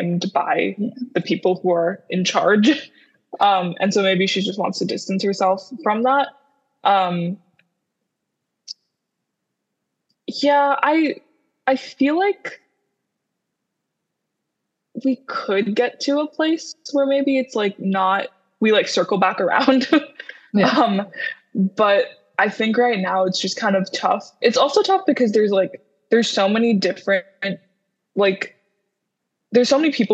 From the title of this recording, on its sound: Zoom Coffee Chats